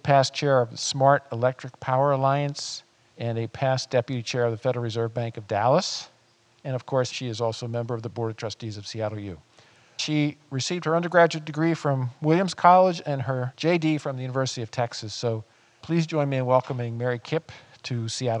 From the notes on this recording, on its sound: In this recording of a November 2021 live panel